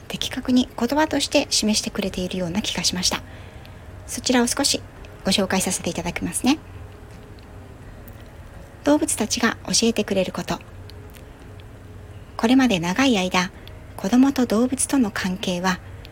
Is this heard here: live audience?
no